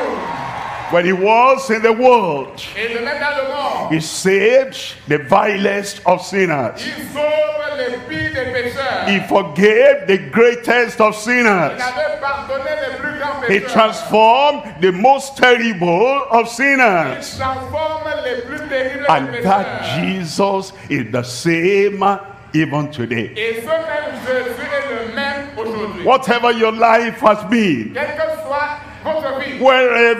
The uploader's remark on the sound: live from Douala, Cameroon.